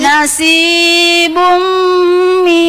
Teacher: idgham bigunna langsung melebur ke huruf berikutnya disertai dengung. Ah, dengung itu yang jangan hilang ya.